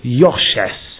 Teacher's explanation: the next word, Choshech, has the accent on the Ches. And therefore it's Nosogacher, the accent on Yoshes, is pushed back onto the Yud. Otherwise you'd have two consecutive syllables with an accent.